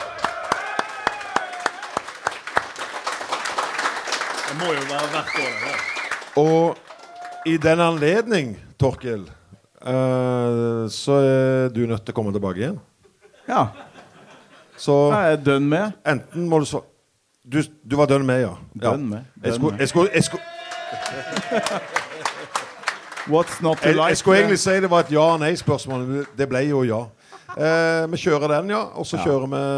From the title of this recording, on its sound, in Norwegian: Live fra Kopervik